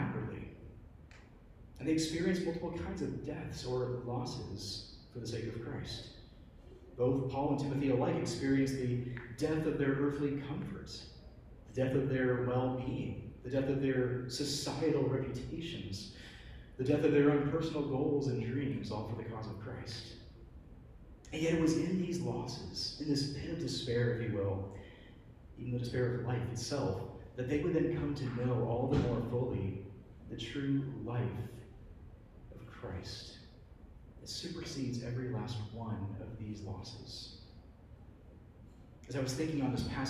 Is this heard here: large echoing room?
yes